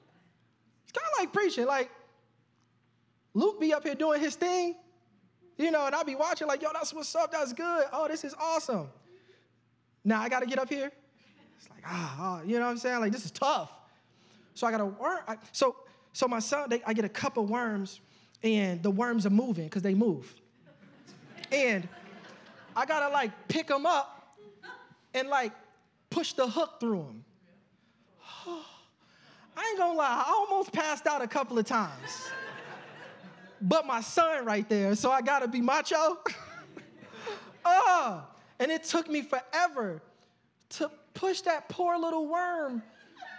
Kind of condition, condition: setting, large echoing room